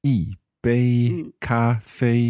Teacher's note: So that's a fourth tone for yi, mm-hmm. bei, then first.